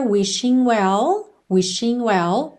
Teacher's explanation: o G de wishing não é pronunciado